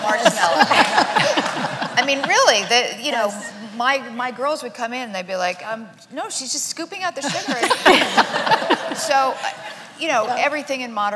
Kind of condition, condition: setting, live audience